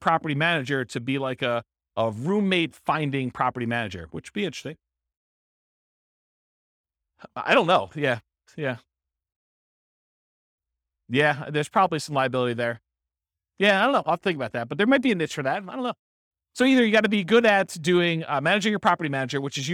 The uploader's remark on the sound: This was a live class recorded